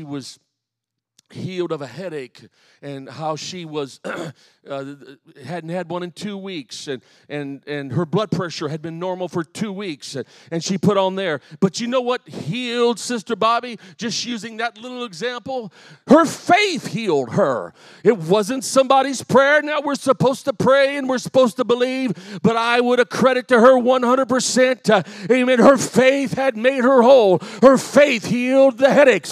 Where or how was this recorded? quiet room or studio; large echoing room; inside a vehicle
large echoing room